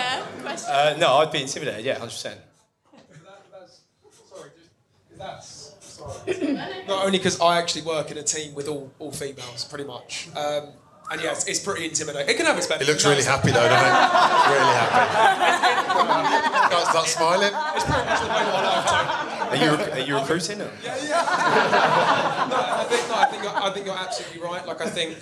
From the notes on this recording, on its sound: We hosted the very FIRST Recruitment Rollercoaster LIVE event in London. I was slightly worried about the audio being good enough quality to share as an episode however it has come out great. A brilliant panel discussion.